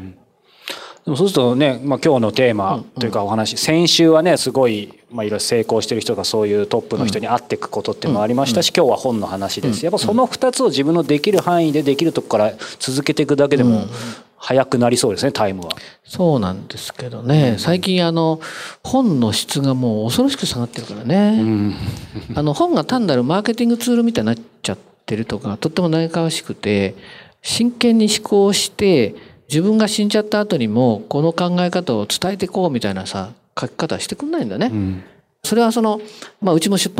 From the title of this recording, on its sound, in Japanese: 公開収録